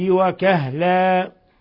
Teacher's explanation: تكلم الناس في المهد وكهلا، نلاحظ كيف تنوين الفتح وقفنا عليه، وقفنا عليه بأن أبدلنا تنوين الفتح ألفا · Term: مد عوض